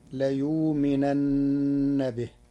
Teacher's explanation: قرأ ورش كلمة ليؤمنن بإبدال الهمزة واوا ساكنة تخفيفا، فتصير ليؤمنن به.